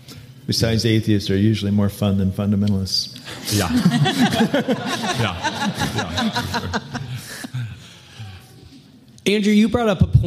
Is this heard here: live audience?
yes